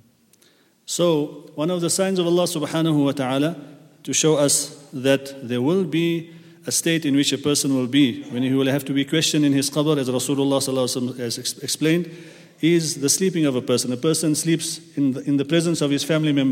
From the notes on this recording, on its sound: at the Houghton Masjid (West Street)